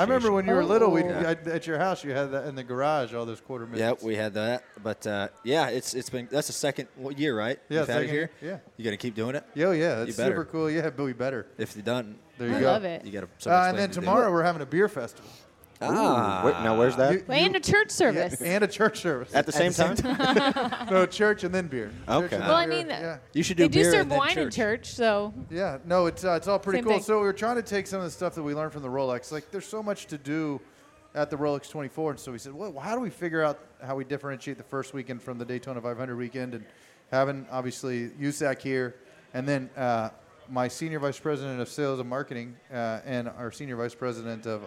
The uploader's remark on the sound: Live from Daytona